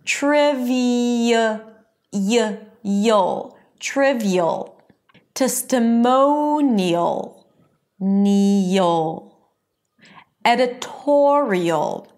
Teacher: it's a high E sound, and then you shift to a schwa and a dark L